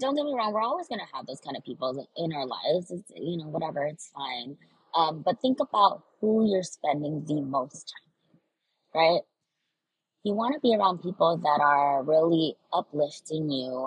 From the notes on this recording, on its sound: I apologize for the horrible audio quality! I felt called to record an episode while I was on a 1-hour drive.